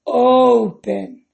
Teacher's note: Qual é a sílaba tônica? O op. Por mais que ela termine em consoante, vogal, consoante, porque N é consoante, E, vogal e P, consoante.